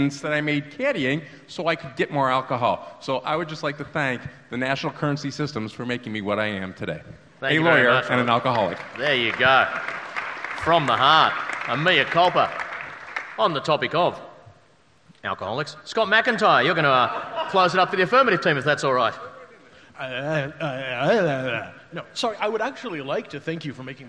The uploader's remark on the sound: A recording of the AusCERT speed debate. There was a hell of a panel like always.